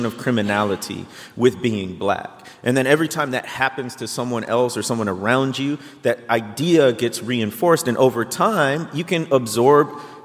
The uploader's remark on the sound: Live From New York and answering questions for the audience!